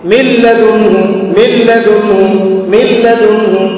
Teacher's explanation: من لدنه ما فيش نون خالص وأدغمت في اللام